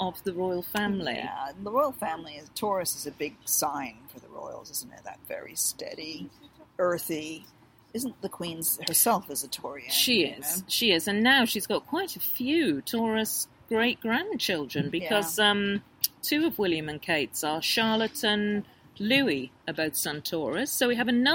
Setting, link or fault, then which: fault, sounds in the background